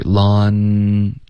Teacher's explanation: 它有舌头向上顶的音，对，舌尖顶上去，laund 这个的音顶上去。如果你读成 laundry，嗯，laundry 是不对的。对，laun 的这个后鼻音就不对了，要顶舌尖。 laundry 然后尽量从这个 n 的音呢一直持续这个 n 的音直到 dry 出现听一下 laundry，就是会感觉非常连贯，别把它分开，就是 laundry 就是特别一字一顿的一个感觉，就是越连贯越好，有点像在唱歌一样。Laundry，首先气息不要断，yeah，然后 lawn，对，后面那个要多持续一会儿，直到 dry 出来。对，也不用持续特别长，可是就是不要顿，不要 laundry，也不